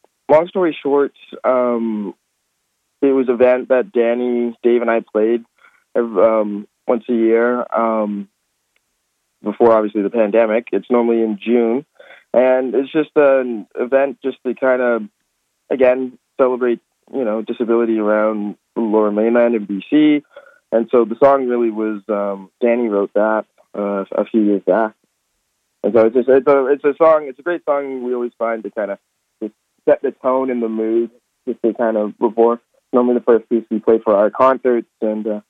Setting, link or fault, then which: link, phone line